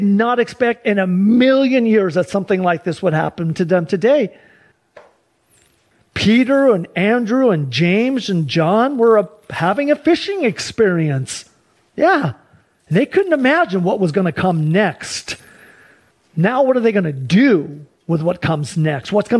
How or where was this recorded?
large echoing room